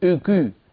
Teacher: ضم للشفتين يصاحبه ارتفاع لوسط اللسان · Term: خلط صوتها بشيء من صوت الكسرة